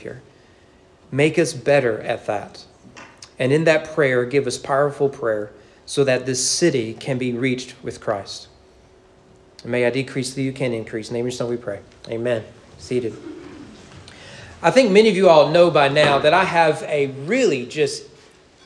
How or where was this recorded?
large echoing room